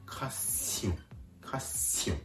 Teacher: カッシオンとカタカナ発音しながら同時に鼻から息を抜かすように発音する